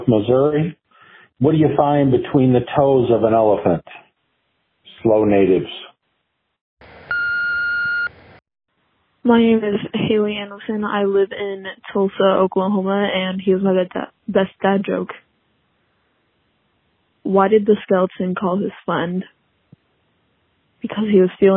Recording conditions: phone line